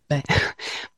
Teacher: O sea, la V es la U intervocálica, que se produce en un sonido suave, y la B es la oclusiva bilabial